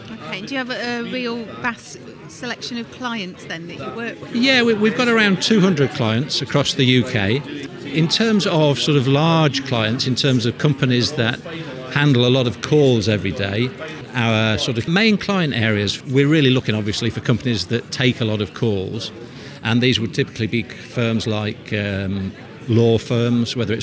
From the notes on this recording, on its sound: Recorded at the South Yorkshire Expo in Sheffield in May 2023.